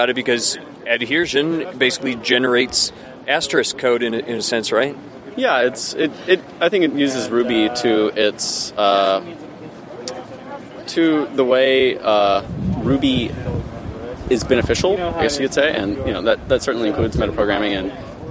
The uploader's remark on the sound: From the RubyFringe conference in Toronto.